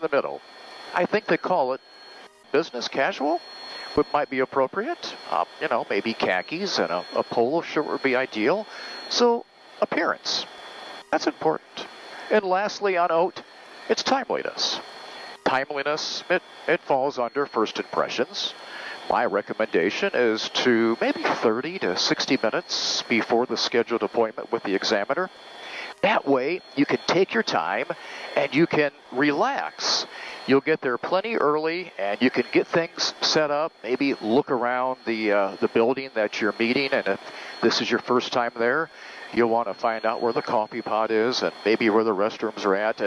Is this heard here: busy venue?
yes